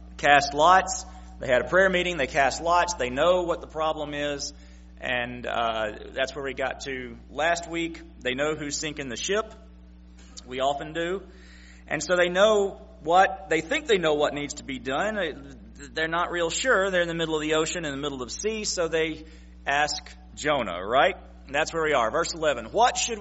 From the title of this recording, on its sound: September 25, 2016 PM Service